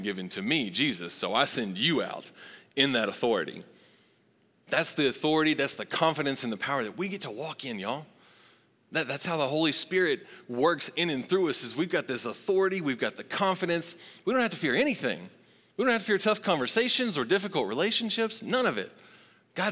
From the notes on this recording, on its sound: Recorded live at Long Hollow Church on October 18, 2022.